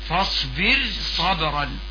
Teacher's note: صاد صبرا وقع بعد الراء الساكنة في كلمة أخرى فلا يمنع ترقيقها